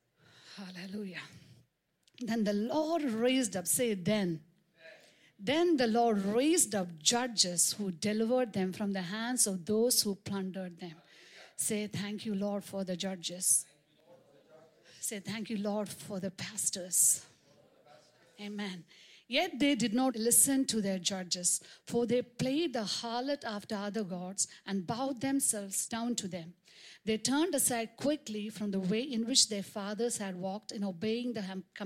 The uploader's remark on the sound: preached on 26 March 2023 at Revelation Church.